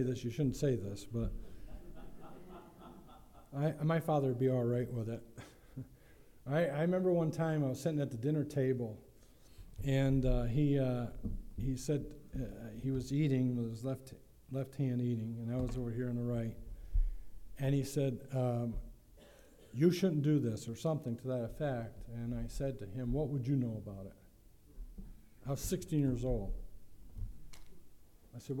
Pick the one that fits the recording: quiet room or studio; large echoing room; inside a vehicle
large echoing room